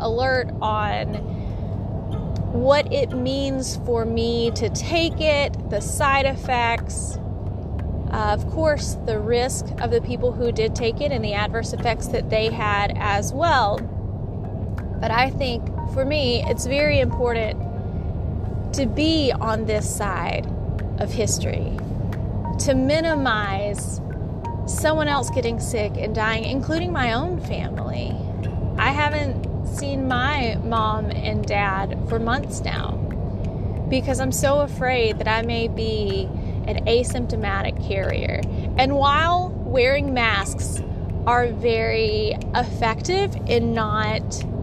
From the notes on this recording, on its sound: On The Road Ramblings. This miniseries is recorded as always on my way to work. It's raw an unedited.